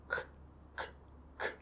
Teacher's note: It's down, but it's the back of the the back of the tongue that's lifting up, and that's touching along the softer palate · Term: k sound